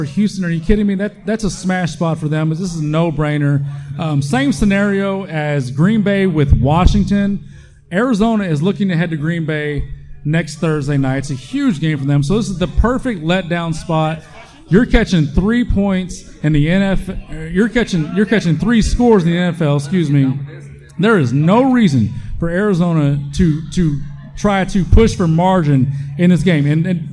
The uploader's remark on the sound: We did this one live from The Chop House Live in Roanoke!